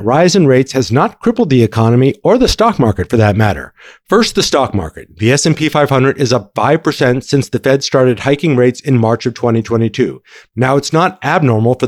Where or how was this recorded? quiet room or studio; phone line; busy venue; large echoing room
quiet room or studio